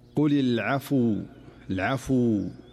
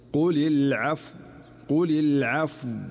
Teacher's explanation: فعلى سبيل المثال عند الوقف على كلمة العفو، نسمع البعض عندما يقف على هذه الكلمة قل العفو العفو، فتحركت الفاء فأصبحت مضمومة، ولكن الصحيح هو المحافظة على سكون الفاء فلا تتحول إلى ضمة أو فتحة · Shown in: second take · فالخطأ هو قل العفو أو العفو، وهذه كلها أخطاء.